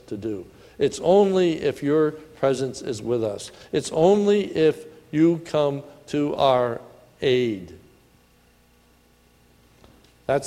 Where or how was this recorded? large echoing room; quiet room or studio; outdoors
large echoing room